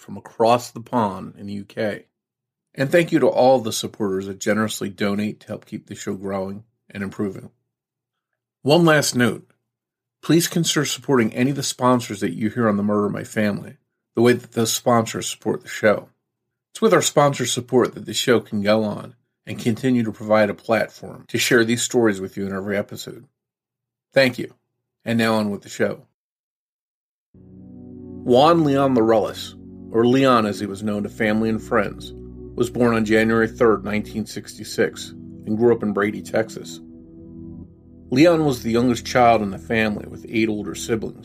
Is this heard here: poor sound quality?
no